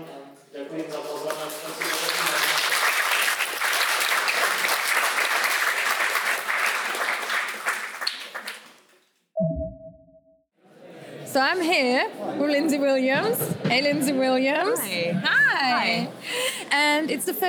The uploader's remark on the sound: Live from the Polyglot Gathering 2017. The live clips are. Interviews, impressions and fun from the conference floor.